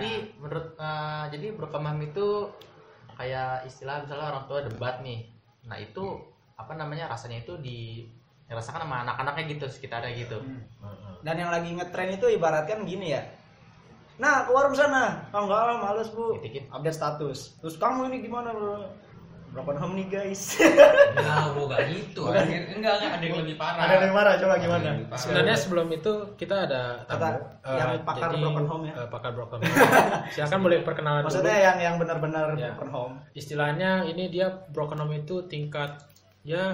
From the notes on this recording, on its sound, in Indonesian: Mohon maaf agak bergema suaranya kami syuting di goa